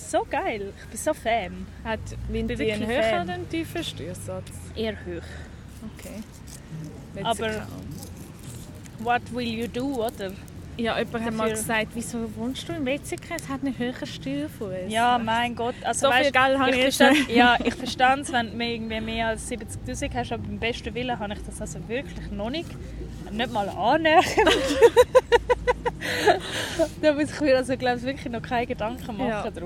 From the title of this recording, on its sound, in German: Live usem Stadtpark